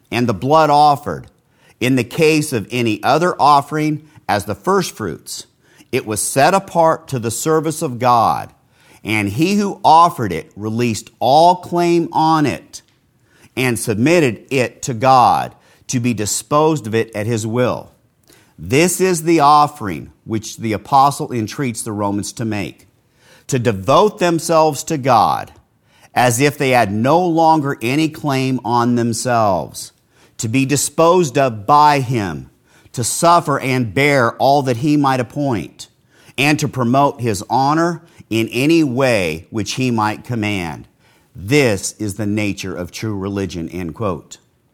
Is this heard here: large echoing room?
yes